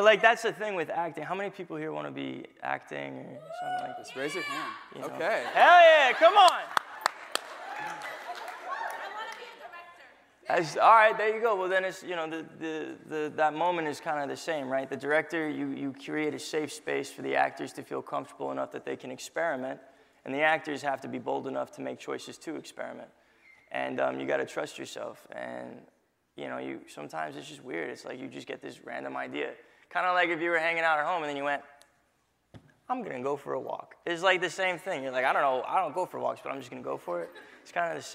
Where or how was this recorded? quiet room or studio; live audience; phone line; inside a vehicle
live audience